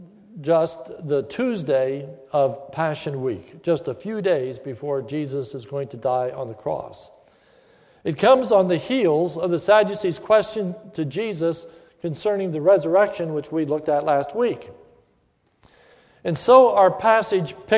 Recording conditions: large echoing room